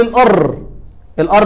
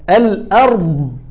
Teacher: لسانك من اوله لاخره بيشتغل في الضاد، سواء من اليمين او من الشمال او من الاثنين مع بعض من اوله لاخره · Shown in: second take · Term: صفه الاستطاله